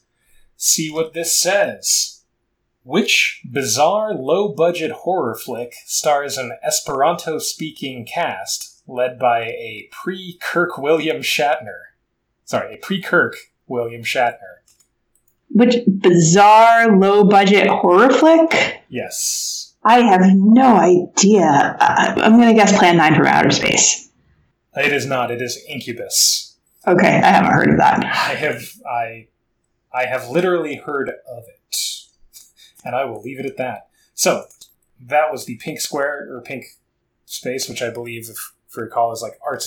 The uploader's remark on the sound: The audio quality is lower than normal